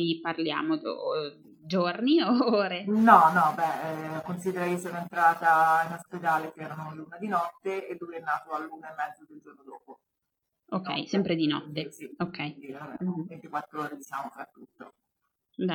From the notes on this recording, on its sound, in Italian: la qualità audio è decisamente pessima